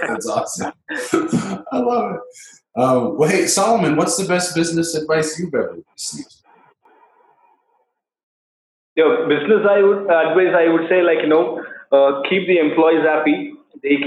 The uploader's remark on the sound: This is a recorded skype call, I apologize about the audio quality.